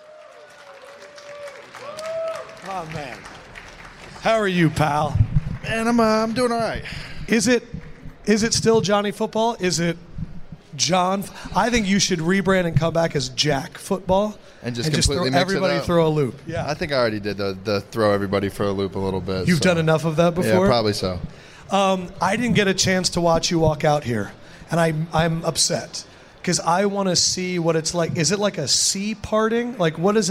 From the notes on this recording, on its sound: The show was recorded LIVE inside the Caesar's sports book in Las Vegas.